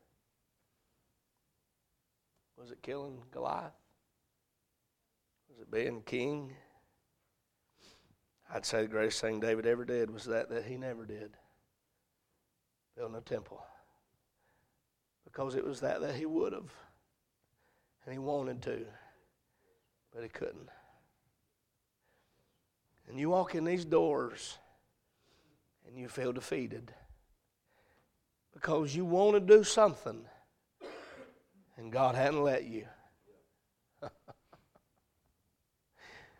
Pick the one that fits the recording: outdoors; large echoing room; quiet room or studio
large echoing room